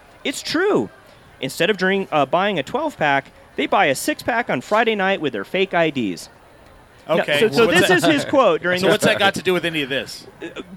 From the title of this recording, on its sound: Live from Green Jeans Farmery